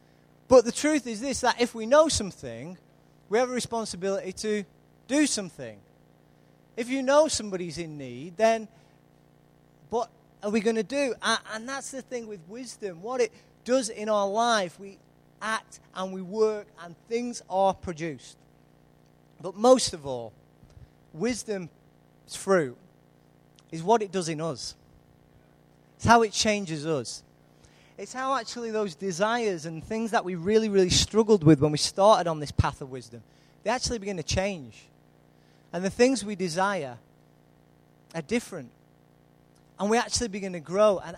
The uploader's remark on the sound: Recorded live at Life Church Lancashire on Sunday 20th July 2014.